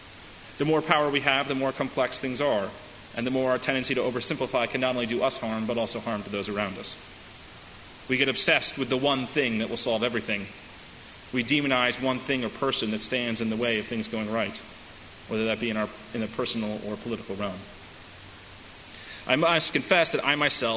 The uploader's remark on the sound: delivered at First Congregational Church of Houston on August 19, 2018